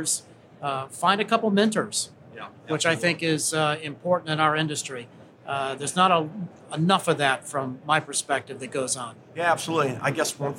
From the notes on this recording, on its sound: LIVE from GSX 2022. Straight from the floor of GSX 2022. Booth 3355 as the three-day event kicks off.